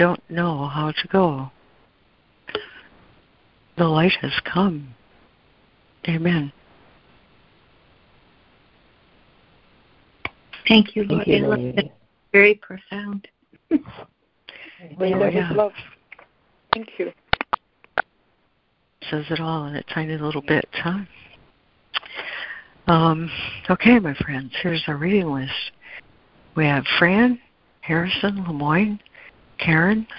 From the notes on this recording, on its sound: ACIM Daily Conference Call